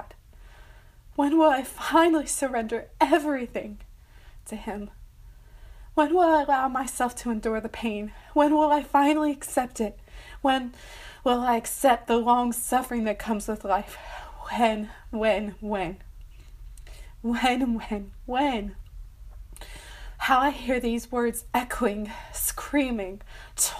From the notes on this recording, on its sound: I randomly came across this recording on my wife’s phone.